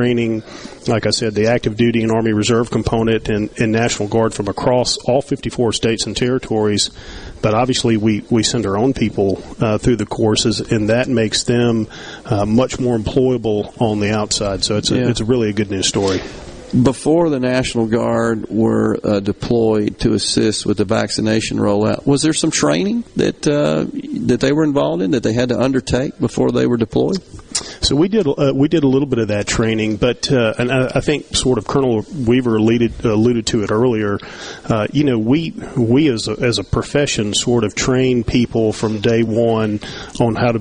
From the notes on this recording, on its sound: LIVE from the Armed Forces Museum at Camp Shelby!